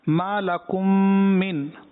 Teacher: میم ساکن کے بعد دوسری میم آ گئی، پہلی میم کو دوسری میم میں داخل کرنا تھا ادغام شفوی، یہاں غنہ کی مقدار جو ہے پوری نہیں ہوئی.